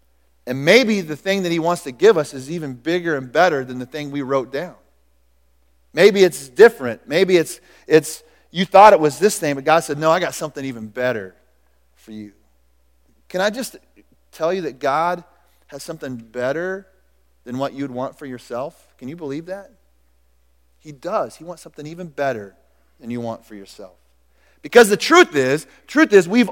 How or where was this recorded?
large echoing room